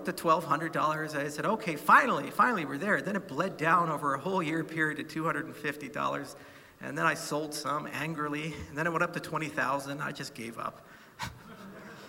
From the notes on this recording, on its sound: keynote speech from Token 2049 in Hong Kong